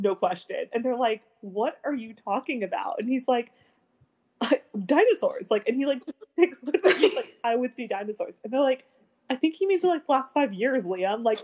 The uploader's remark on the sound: We would apologize for the technical glitches